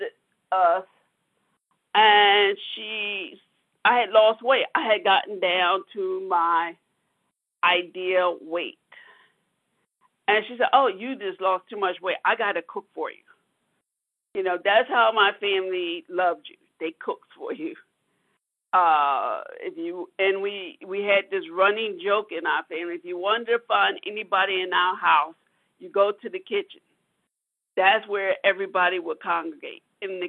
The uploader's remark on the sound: From the 100 Pounders Phone Meeting, 2/13/23.